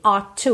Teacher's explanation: Mesmo que eu fale ought to, percebe que eu tenho um som só de T, ought to, eu não falo ought to, ought to.